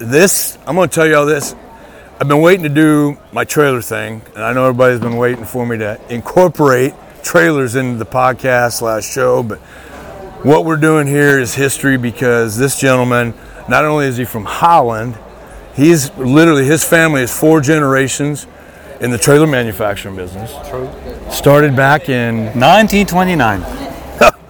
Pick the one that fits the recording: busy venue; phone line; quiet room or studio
busy venue